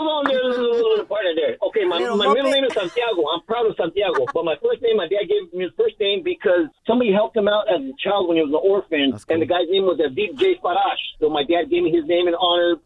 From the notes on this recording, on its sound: we opened up the phone lines